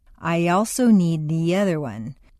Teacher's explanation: After a long E sound, your lips will be pulled back far enough to create a Y glide or liaison.